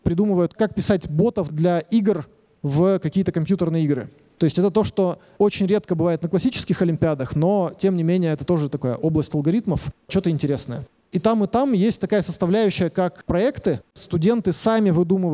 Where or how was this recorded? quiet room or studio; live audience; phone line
live audience